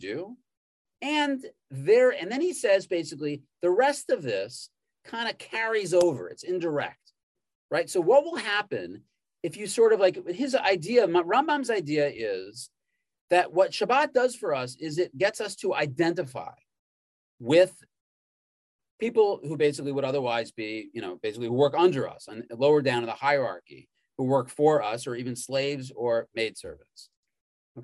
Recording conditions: video call